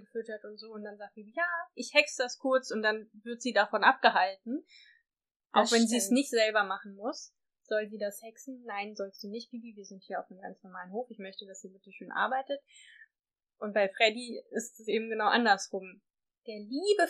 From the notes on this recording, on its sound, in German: Bessere Aufnahmequalität gibt es ab Folge #03.